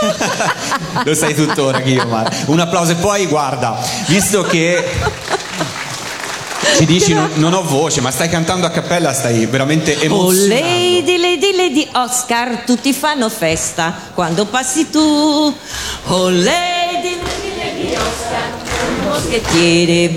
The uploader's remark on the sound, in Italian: Dal palco centrale di Lucca Comics & Games 2018